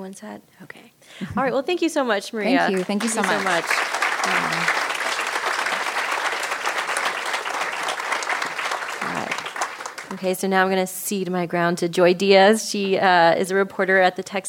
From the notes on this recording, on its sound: KUT hosted a community discussion on July 18 at the George Washington Carver Museum and Cultural Center.